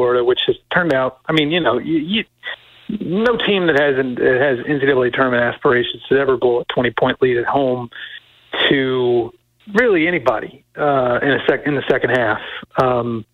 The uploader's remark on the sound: via the phone